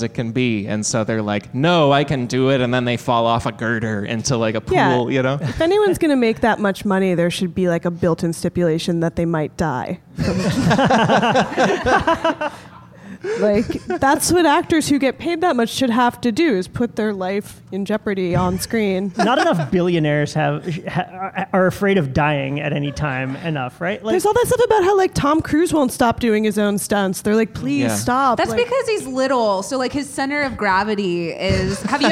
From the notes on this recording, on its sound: LIVE at UCB Sunset